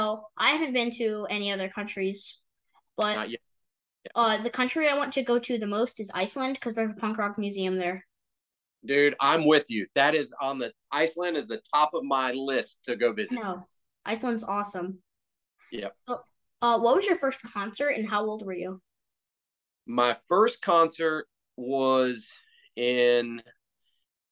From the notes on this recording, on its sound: Chatted through zoom.